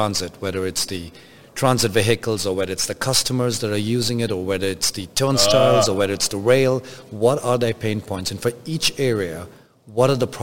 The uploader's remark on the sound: Industrial Talk is onsite at Hexagon LIVE